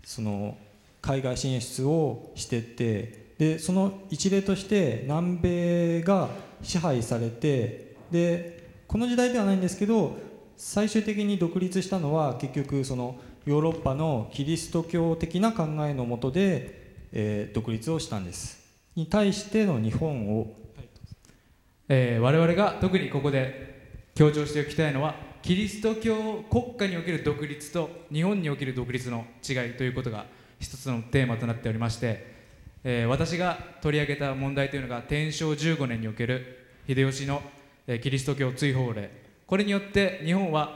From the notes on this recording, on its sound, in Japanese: FM FESTIVAL 2012。１回限りの公開授業。TOKYO FM ホールで行なわれた。